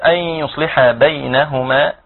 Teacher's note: نكمل بقى شيخنا إن شاء الله في قوله تعالى أن يصلح بينهما كثير من الناس أو قد يأتي بعض الناس ينطق ويقول أن يصلح من غير أن يأتي بالغنة تمام التي هي في أصل الحرف فلابد أن يأتي فيه بالغنة أي والغنة تخرج من الخشوم وهو أقصى الحلق أقصى الأنف من الداخل